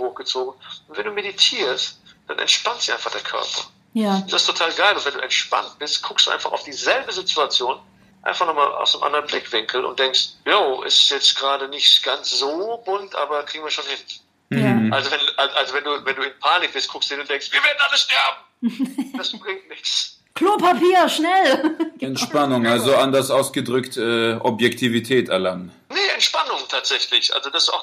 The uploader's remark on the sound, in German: haben wir per Telefon vier Gäste hinzugeschaltet